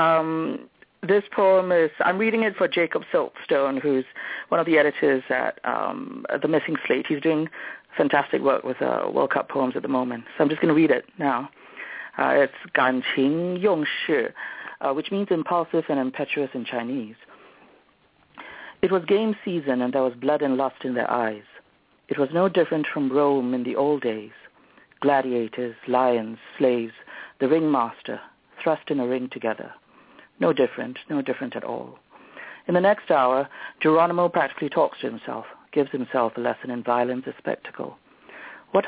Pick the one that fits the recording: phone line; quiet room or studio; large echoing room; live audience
phone line